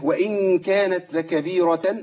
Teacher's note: التاء هنا لما بتلتقي باللام احذروا من الادغام